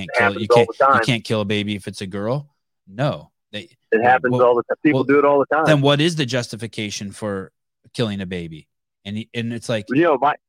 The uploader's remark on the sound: Live Call